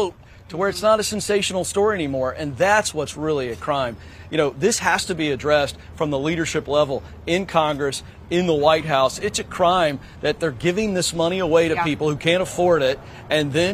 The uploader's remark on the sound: Live from Capitol Hill.